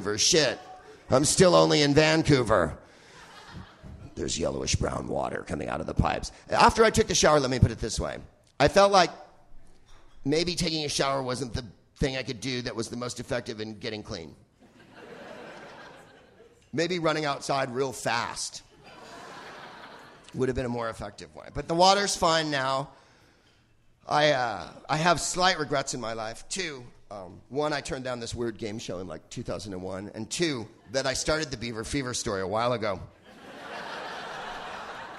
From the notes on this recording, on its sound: Live from Vancouver's "FanClub